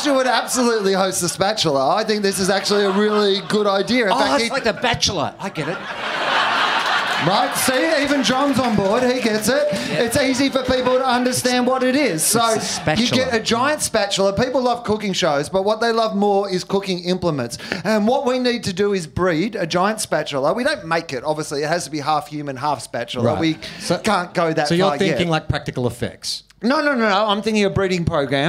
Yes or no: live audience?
yes